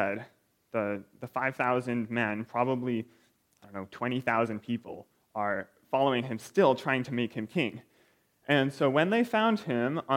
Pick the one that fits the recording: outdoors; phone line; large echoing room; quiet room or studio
large echoing room